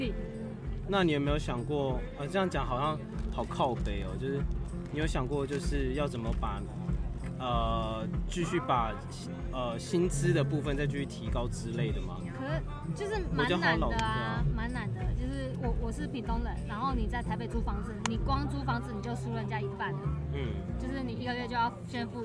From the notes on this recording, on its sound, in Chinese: 野外錄出。在意音質者請注意！！！！錄音來自2020年漂遊者音樂祭現場收音。